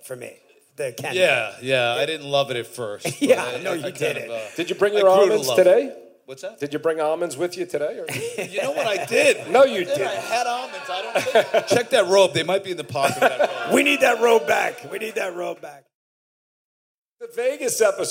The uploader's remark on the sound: Live at the Brea Improv